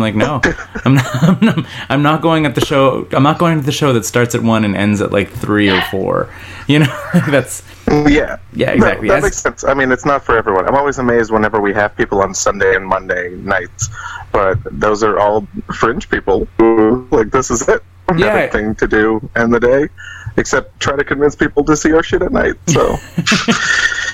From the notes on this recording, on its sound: on the phone from Orlando